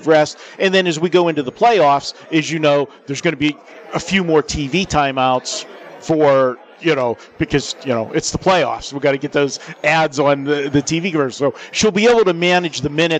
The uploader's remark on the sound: Live from Super Book at the Westgate Las Vegas